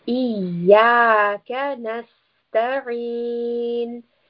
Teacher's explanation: we have a alif after the ya, so we will pull this for two counts